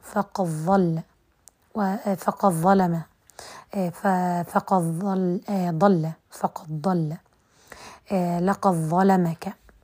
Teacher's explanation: أدغم دال قد في الضاد والظاء · Term: الإدغام